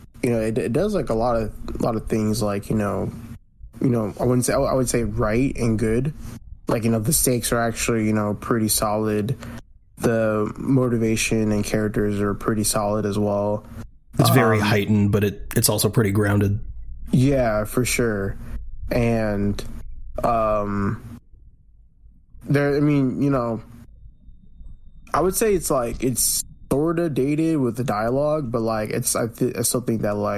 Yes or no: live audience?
no